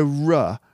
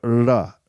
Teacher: like a rhotic R with the tongue closer to the roof of the mouth · Shown in: second take